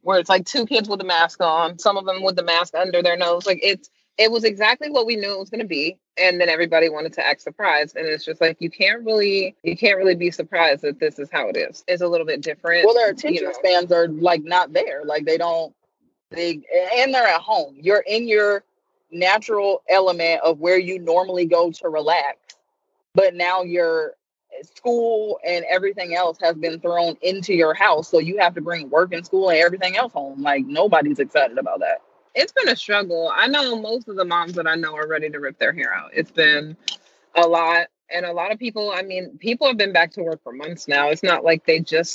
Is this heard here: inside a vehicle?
yes